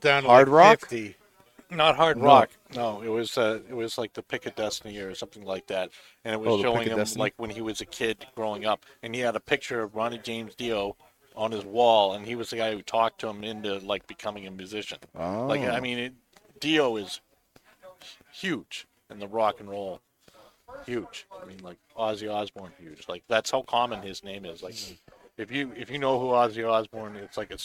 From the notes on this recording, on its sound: Recorded live from the 7-20-4 Lounge!